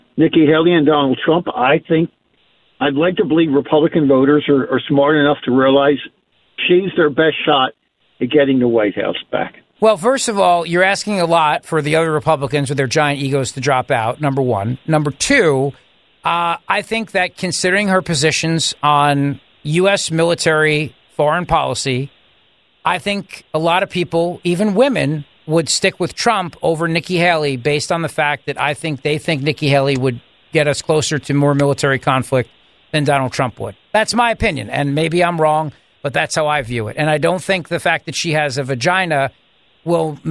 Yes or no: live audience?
no